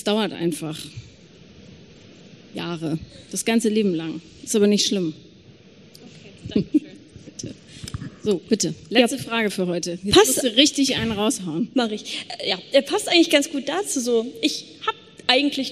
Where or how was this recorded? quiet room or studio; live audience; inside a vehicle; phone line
live audience